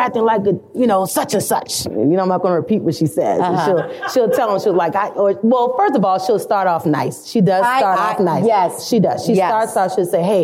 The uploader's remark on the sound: LIVE from ISSE